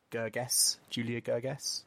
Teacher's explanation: I don't think that the S is voiced.